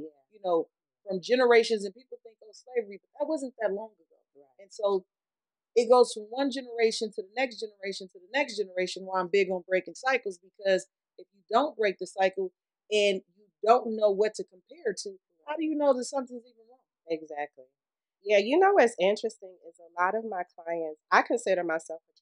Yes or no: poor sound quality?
yes